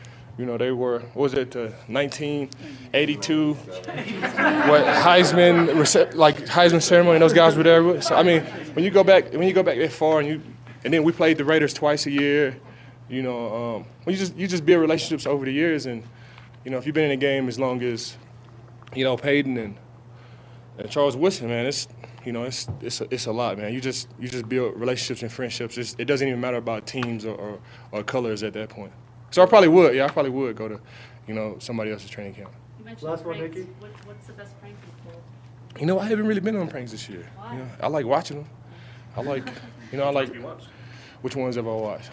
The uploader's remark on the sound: live from Broncos Training Camp